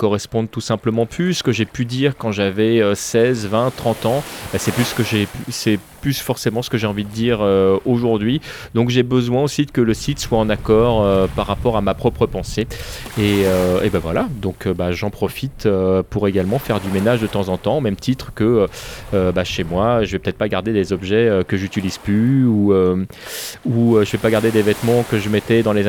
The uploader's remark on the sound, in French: Mon programme de la rentrée 2015 enregistré à Saint-Malo, les pieds dans l'eau...